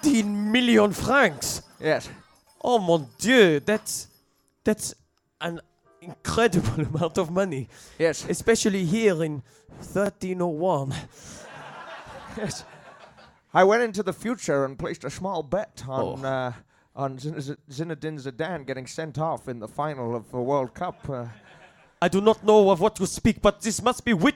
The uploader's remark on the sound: The audience’s childish response to French affirmatives threaten to disrupt the play’s mise-en-Seine.